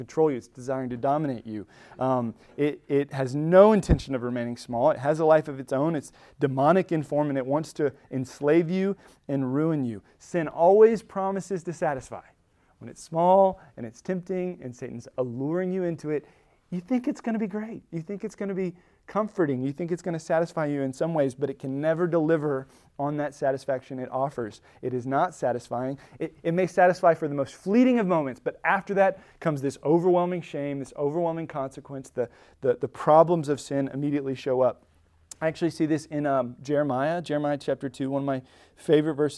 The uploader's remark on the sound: Recorded at Emmaus Church in Buford, GA on Wednesday, October 18, 2023